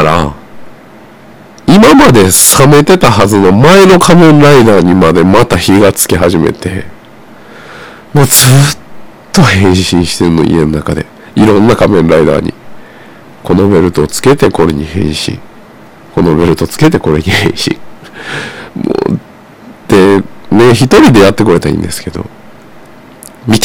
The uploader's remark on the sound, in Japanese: 全体的にお聞き苦しい回